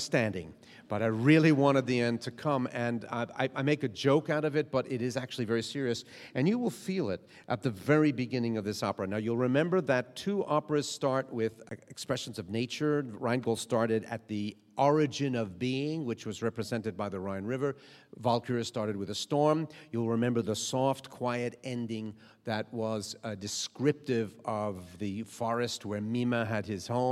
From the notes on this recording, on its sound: during LA Opera’s pre-performance lecture in June 2010